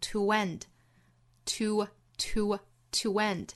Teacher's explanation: To 和 and 连读读成 To end To end 带出一个小小的 w